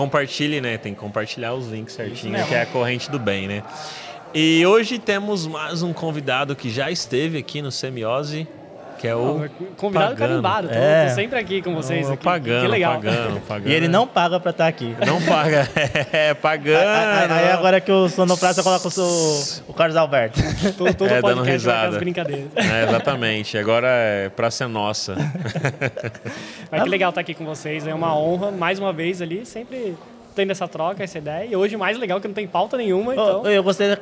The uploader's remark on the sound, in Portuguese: gravamos um especial diretamente do DEX - Desconferência de Design da Mergo.